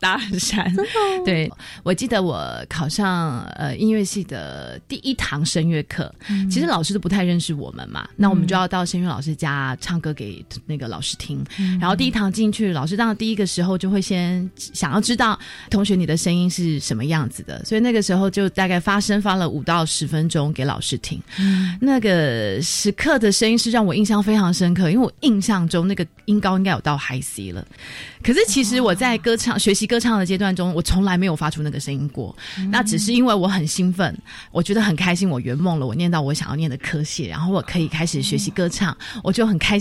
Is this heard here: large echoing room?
no